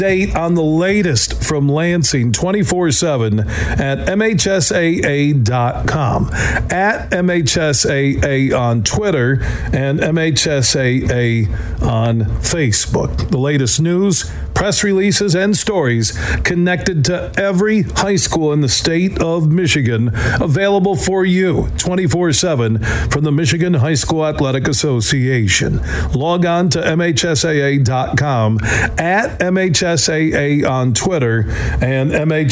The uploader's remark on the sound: Today we're broadcasting live from the Ada Indoor Country Club on Pettis in Ada, as they've got three awesome Golf simulators and they're hosting the Huge Show's long drive competition.